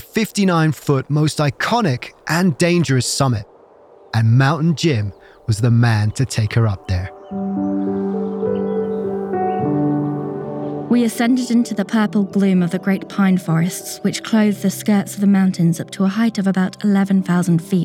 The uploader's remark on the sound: On Location in Rocky Mountain National Park, Colorado. We visit her new restaurant Bird & Jim.